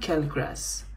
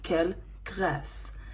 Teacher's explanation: We have something called R, which is completely different from R because R comes from the top of our mouth and R comes from down in our throat · Shown in: second take · So this is not quel grâce, it's quel grâce.